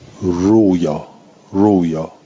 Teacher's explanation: خب و رؤیا علا تحقیق الهمز، اگه بگیم رؤیا یعنی اون همزه رو تحقیق بکنیم، فا این خففته، اگه خواستی تخفیفش بکنید، خب همزه برای عربا سخته دیگه، همزه بر عرب تلفظ سخته، قلبتها فی لفظ واون